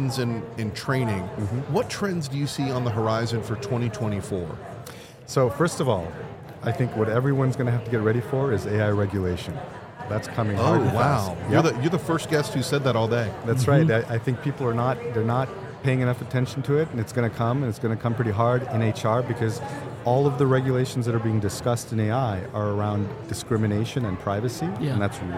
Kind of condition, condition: setting, busy venue